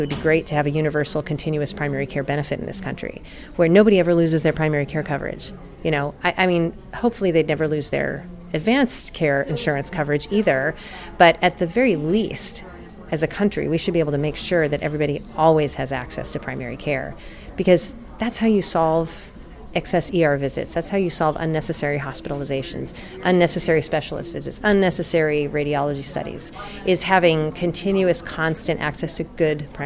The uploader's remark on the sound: Live from #WinterTech